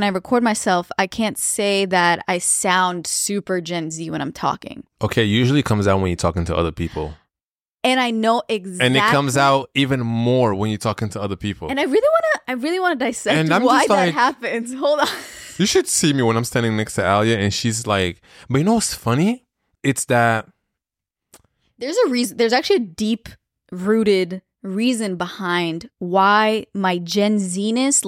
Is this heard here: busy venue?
no